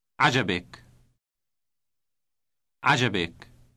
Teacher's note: There's no T sound before the final ik ending on the verb.